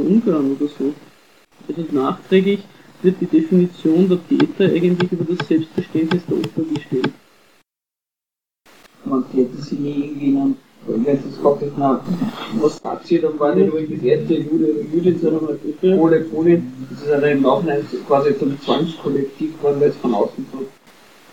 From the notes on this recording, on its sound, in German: Die Aufnahmequalität ist leider nicht besonders gut